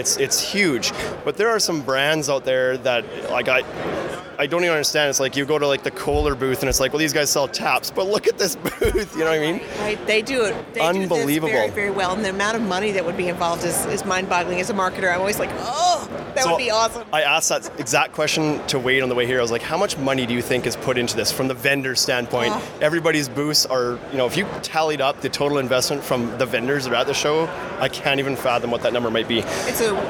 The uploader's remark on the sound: Live from IBS 2019 in Las Vegas.